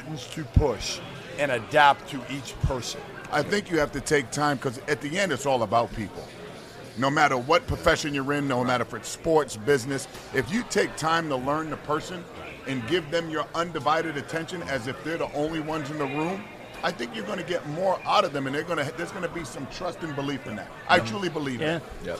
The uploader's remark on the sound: LIVE at the Final Four